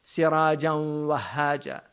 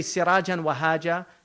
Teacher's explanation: There's an idgham there because the huruf al-idgham yarmalun, the wow there is there, you get the tanween, so it should go assimilate · Shown in: first take · If you don't do that, if you say sirajan wahaja and you do an idhar, that's khafi.